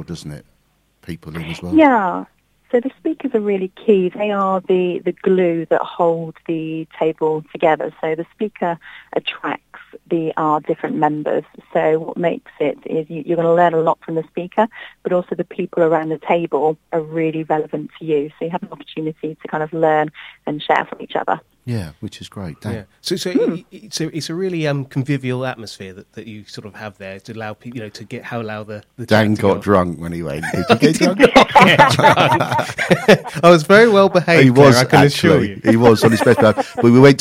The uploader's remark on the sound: was ready and waiting on the phone for us